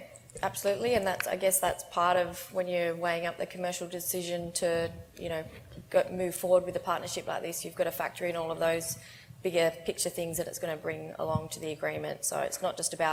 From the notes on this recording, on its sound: presentation recorded at BrewCon 2018